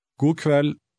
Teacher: pronouncing the letters KV separately